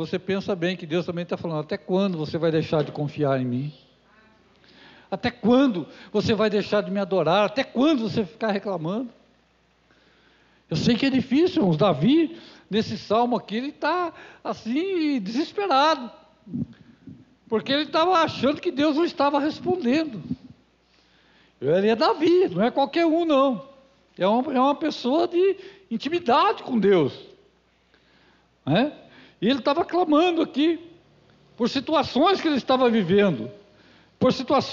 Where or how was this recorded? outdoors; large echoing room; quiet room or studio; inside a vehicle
large echoing room